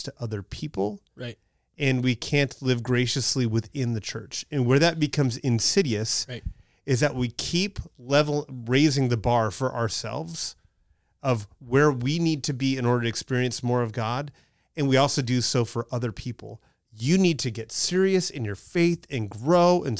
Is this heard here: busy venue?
no